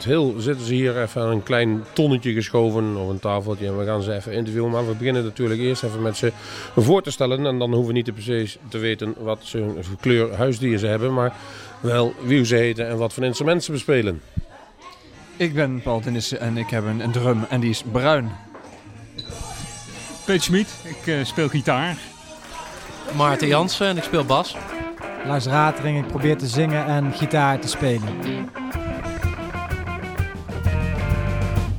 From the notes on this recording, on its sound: Live at Blues Moose cafe